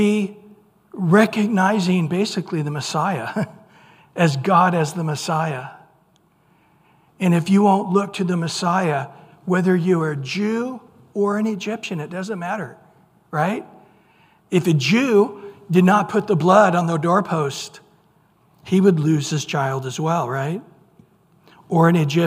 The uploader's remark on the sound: Recorded at Calvary Chapel of Los Alamitos on April 26 2023 - Wednesday evening sermon. Recorded at Calvary Chapel of Los Alamitos on April 26 2023 - Wednesday evening sermon.